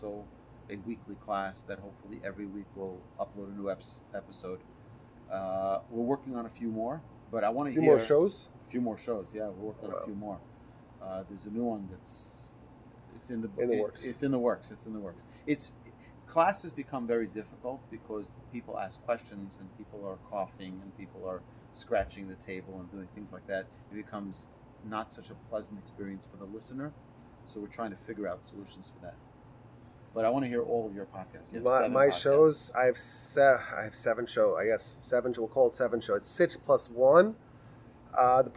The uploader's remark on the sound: In honor of the festival of Sukkot, I gathered together with some of my TORCH podcaster colleagues to chat about the festival, it’s meaning, and lessons. In a decision that compromised the audio quality, we recorded inside a Sukkah, exposed to the elements and to all manner of ambient noise.